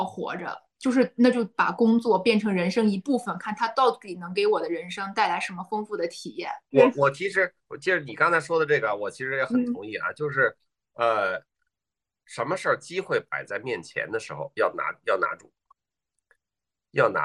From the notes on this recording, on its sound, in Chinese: 这一期的播客，我们录制的比较早，也因为疫情缘故，不能在线下录，所以就和我们的嘉宾在线上约了一次对谈。